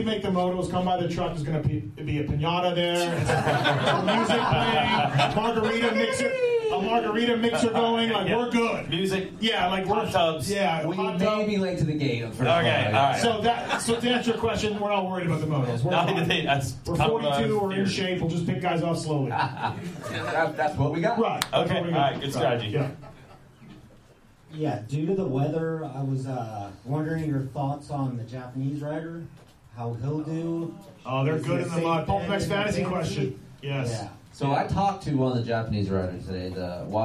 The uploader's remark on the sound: Pulpmx LIVE Podcast Show from Works Connection. Take some audience questions.